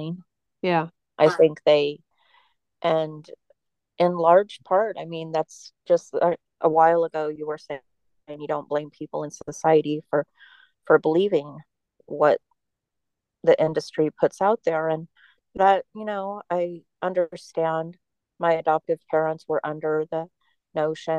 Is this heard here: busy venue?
no